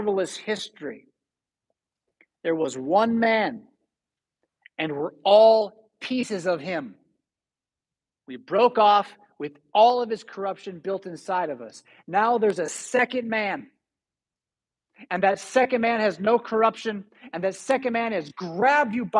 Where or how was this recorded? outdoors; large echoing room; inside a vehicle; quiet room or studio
large echoing room